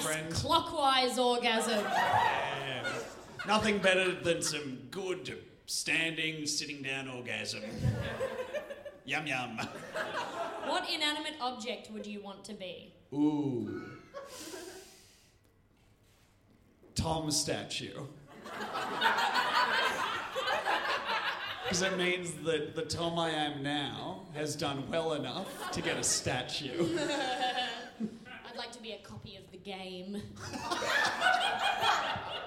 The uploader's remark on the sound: MELBN LIVE SHOW. This is our live episode from Melbourne.